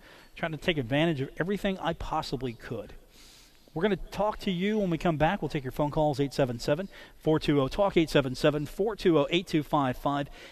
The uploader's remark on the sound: Today from The Union Pub and Grill in Huntington.